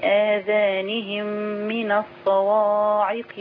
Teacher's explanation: حضرتك الهمزة مرققة والواو مرققة في الصواعق. أصابعهم في آذانهم من الصواعق.